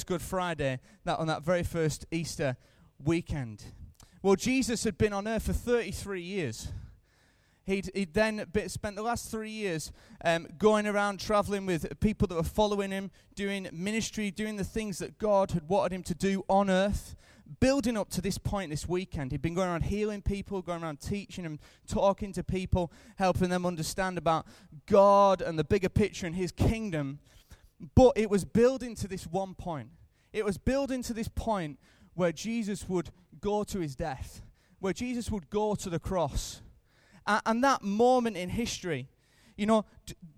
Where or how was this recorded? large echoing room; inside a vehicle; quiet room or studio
large echoing room